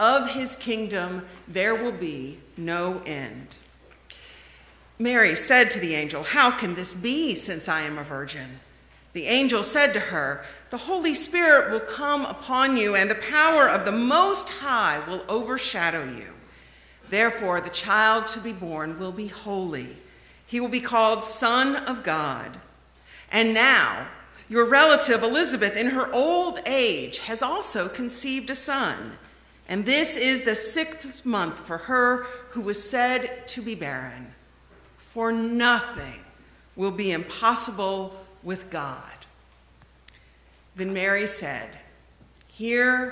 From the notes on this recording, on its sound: The conversation is followed by the prayers, music, and sermon from Sunday's livestream service. Recorded live each week at First Pres in beautiful historic downtown New Bern, North Carolina. First Presbyterian Church, New Bern, North Carolina, established in 1817.